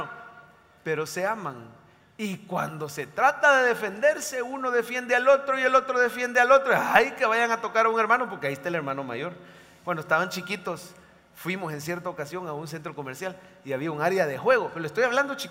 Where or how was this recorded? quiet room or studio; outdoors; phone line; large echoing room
large echoing room